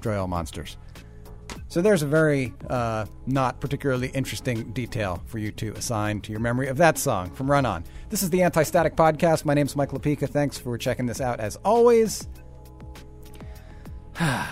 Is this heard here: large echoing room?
no